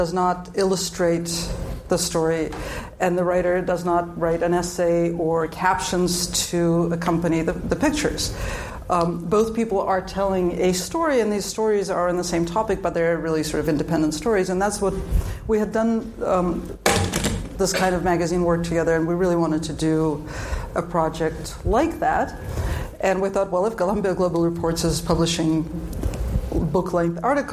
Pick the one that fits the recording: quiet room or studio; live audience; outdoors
live audience